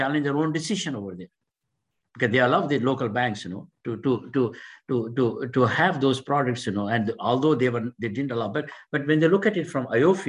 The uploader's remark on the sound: This public talk was conducted online via Zoom